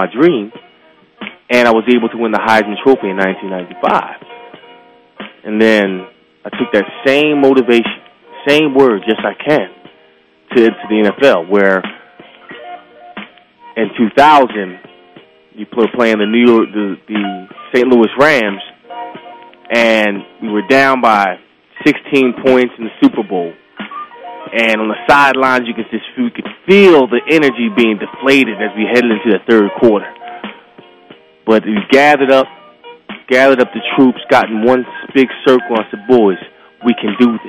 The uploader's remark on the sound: along with your phone calls